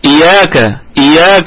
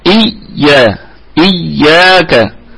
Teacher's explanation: إياك هذه الياء مشددة، ما يجيش واحد يقول إياك إياك، لا لابد أن ترتكز على الأولى الساكنة ثم تأتي بالمفتوحة · Shown in: second take